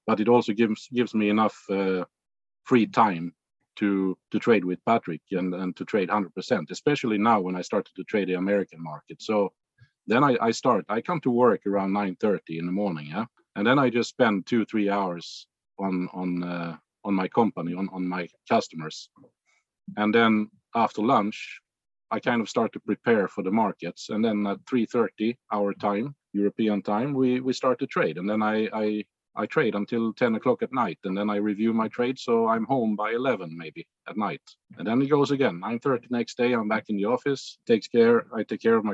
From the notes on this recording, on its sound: This is a special episode of a recording of a recent discussion that occurred within the Chat With Traders Community on a Zoom call.